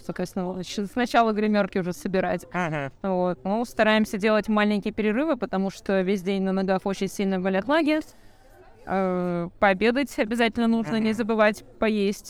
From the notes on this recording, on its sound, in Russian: выездного выпуска записанного на Bubble Comics Con в 2021 году